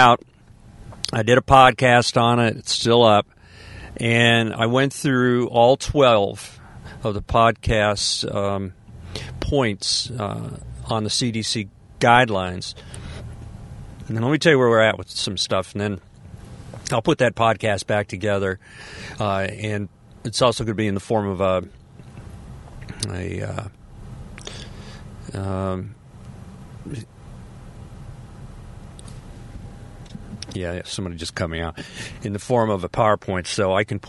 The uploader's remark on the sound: I"m Podcasting in my car, from the coast.